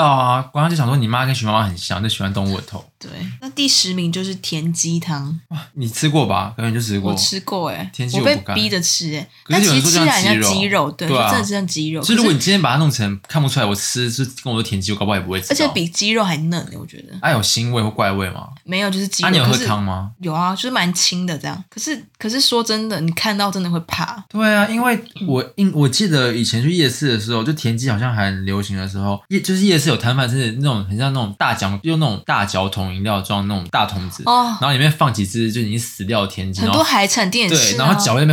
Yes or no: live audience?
no